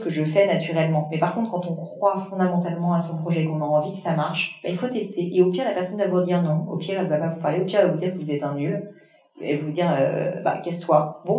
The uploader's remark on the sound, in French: L'épisode étant enregistré en live via un matériel que je ne maîtrisais pas, le son est malheureusement un peu moins qualitatif que d'habitude et j'en suis désolée